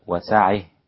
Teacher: إذا وقف على سعة الإمام الكسائي السابع رحمه الله قرأها هكذا وسعه بالإمالة